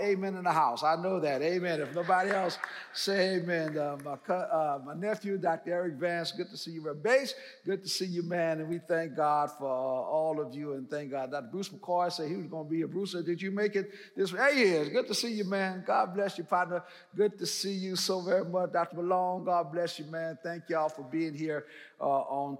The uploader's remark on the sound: in #SWBTSChapel on September 6th, 2022